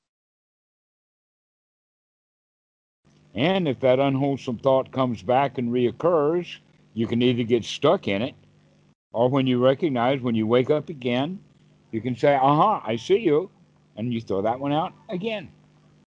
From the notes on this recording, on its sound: Skype calls on this channel.